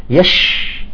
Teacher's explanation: مثلا حرف الشين نقول مثلا إذا كان ساكن يش تعطيه زمن أكثر